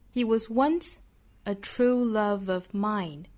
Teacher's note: Love of mine.注意 of 这个词读法是 of 尾部是一个浊音，再一弱读呢就是 of Love of mine.He was once a true love of mine.虚词弱读的点在 was，在 a 还有 of，所以我们要注意轻重搭配